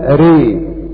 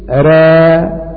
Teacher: يميلون راء فيقرؤون ري بالإمالة، وأما ورش يقرأها بالتقليل را